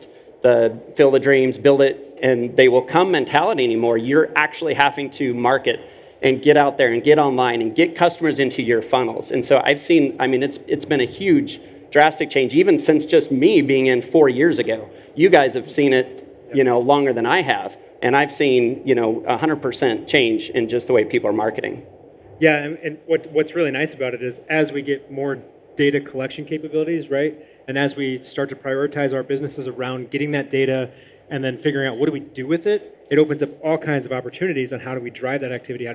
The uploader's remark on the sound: This week we are playing you a panel, recorded live at the Car Wash Magazine Live Studio at the Car Wash Show™ 2023 in Las Vegas.